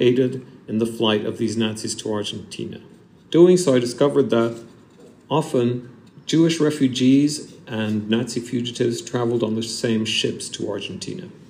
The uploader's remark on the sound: Extract from my lecture at London University, Senate House, on 18 May 2023.